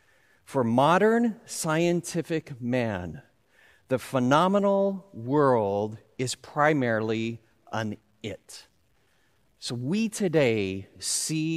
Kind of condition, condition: setting, large echoing room